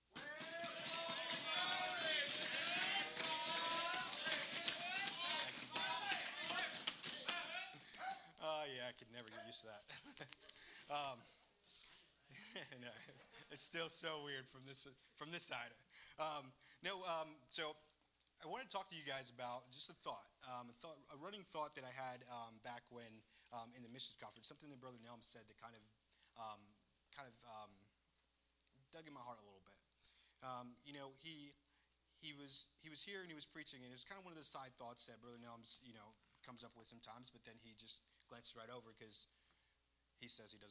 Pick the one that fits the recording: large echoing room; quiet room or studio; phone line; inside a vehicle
large echoing room